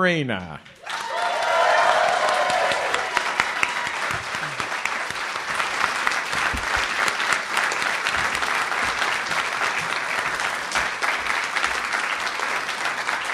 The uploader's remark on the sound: Live from Portland, New York, and Boston, it's PART TWO of The Summer Boys of Summer Tour